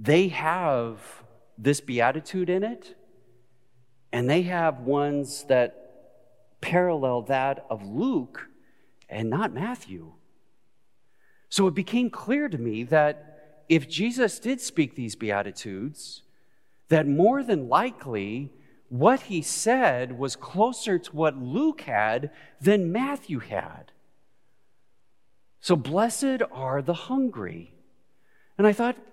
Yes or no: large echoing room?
yes